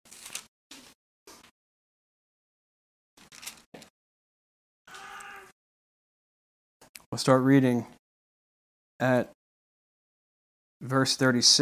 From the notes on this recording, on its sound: This message wad delivered on November 8th, 2020 at Redeemer Community Church.